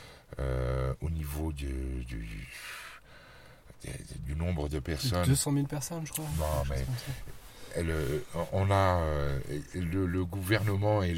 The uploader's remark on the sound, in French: Depuis une voiture garée devant la Maison de la Culture sous une pluie battante!